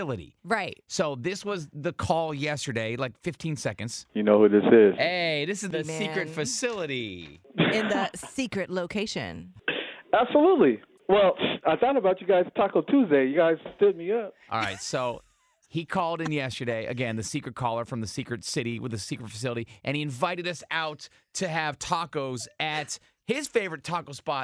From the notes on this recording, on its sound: The show opens up the phone lines.